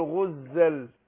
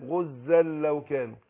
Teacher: عندنا تنوين ولام فبطغم نون التنوين في اللام · Term: ادغام بغير غنة